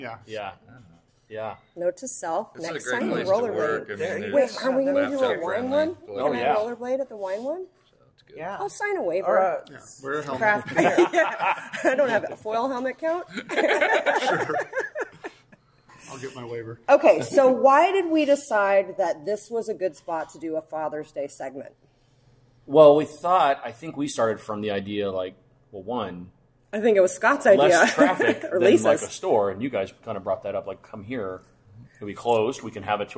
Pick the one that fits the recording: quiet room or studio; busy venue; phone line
busy venue